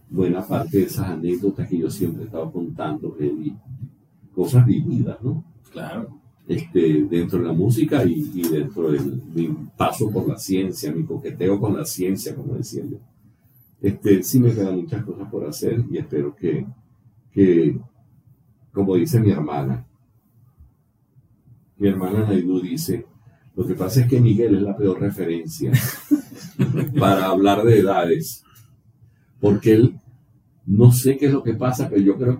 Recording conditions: poor sound quality